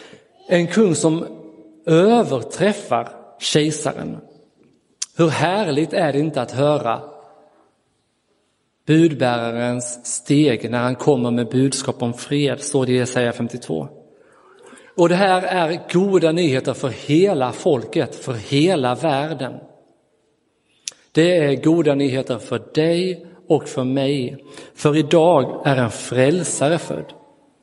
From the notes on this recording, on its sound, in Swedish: Inspelad i Roseniuskyrkan den 25 december 2022.